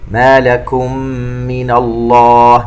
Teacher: ميم ساكنة وبعدها حرف الميم إدغام مثلين صغير